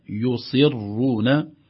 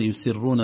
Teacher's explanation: ونفخم الصاد، لأننا لو لم نفخم الصاد تلتبس بالسين